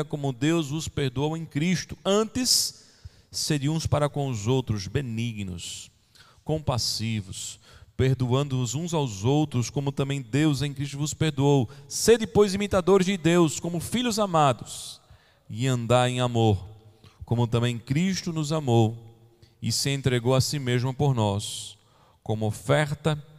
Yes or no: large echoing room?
yes